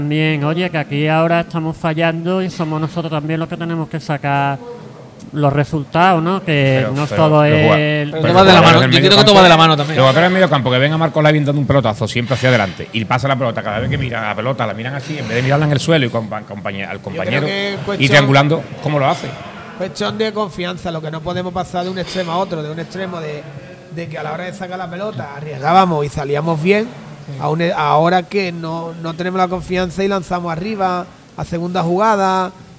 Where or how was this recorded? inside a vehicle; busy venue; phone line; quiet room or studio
busy venue